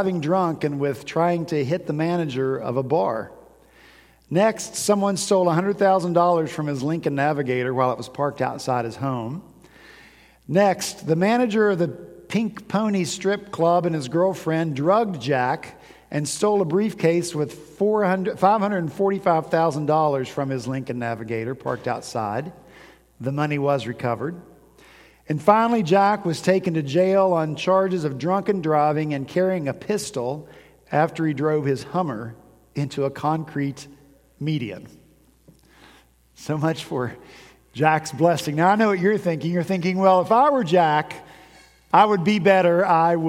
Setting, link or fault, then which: setting, large echoing room